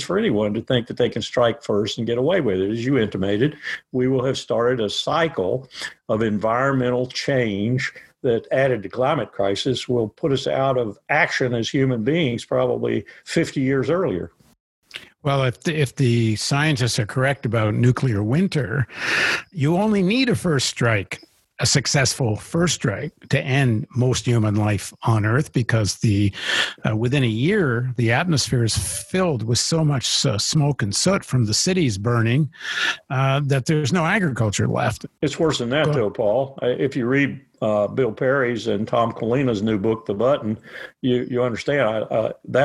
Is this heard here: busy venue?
no